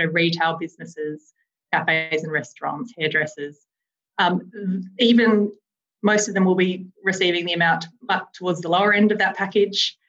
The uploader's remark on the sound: Webinar recording